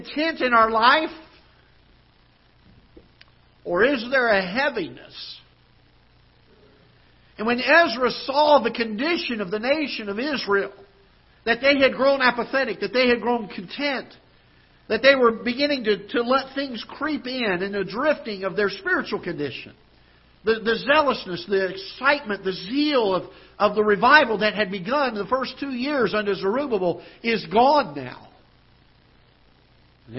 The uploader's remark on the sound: Ketha Heights Baptist Church ~ Live Broadcast